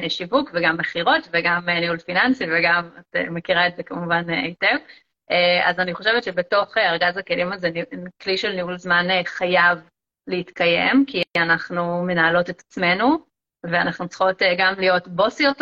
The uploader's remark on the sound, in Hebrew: הפרק הזה הוא בעצם לייב שהוקלט באינסטגרם.